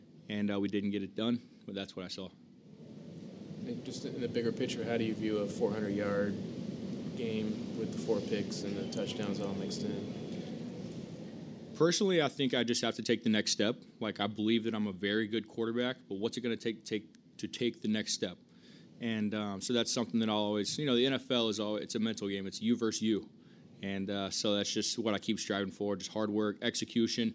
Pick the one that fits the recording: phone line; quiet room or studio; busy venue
busy venue